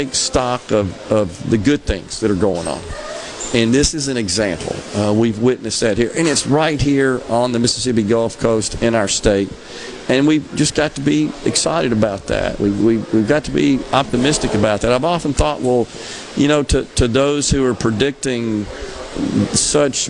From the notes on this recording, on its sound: MidDays is LIVE from Gulfport High School